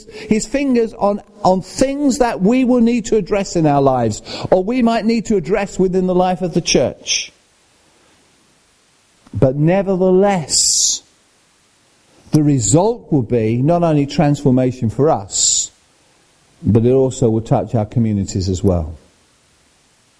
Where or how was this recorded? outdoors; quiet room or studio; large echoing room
large echoing room